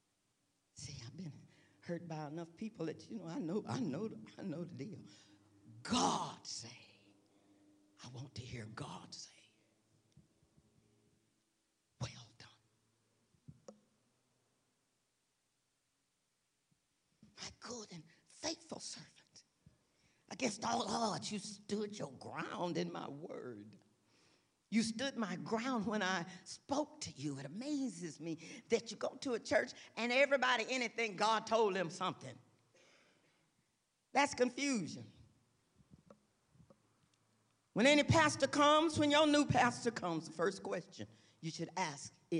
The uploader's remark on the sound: This week's service, recorded live on June 18, 2023